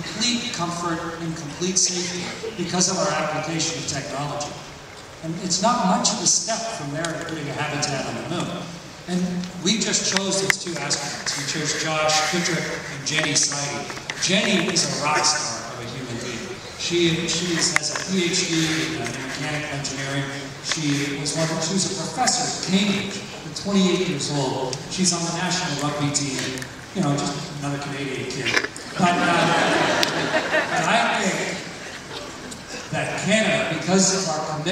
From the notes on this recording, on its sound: In #Toronto, at #The Elevate Technology Conference and captured his talk on stage for this special behind-the-scenes access.